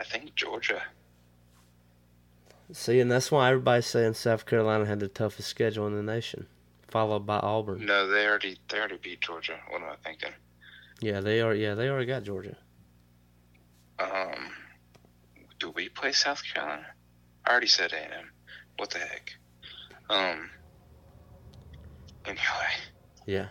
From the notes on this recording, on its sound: burnt the phone lines